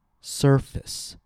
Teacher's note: That's because the letter A is now on the unstressed syllable. Therefore, we reduce it to a very short sound.